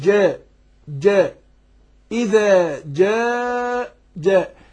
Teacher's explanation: الجيم إيه؟ حرف مستفل مرقق، يبقى برقق الألف تبع للجيم، يعني أقول جاء جاء إذا جاء جاء، لكن ينفع أقول إذا جاء جاء، يبقى أنا فخمت الجيم وفخمت الألف وده خطأ وده لحن.